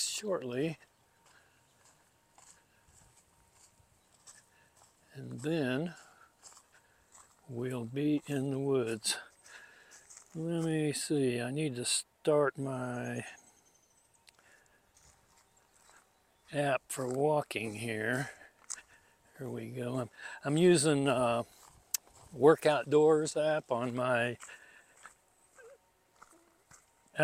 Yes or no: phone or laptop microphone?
yes